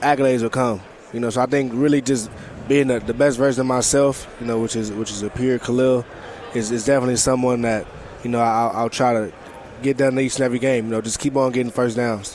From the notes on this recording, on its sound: live from Pac-12 Media Day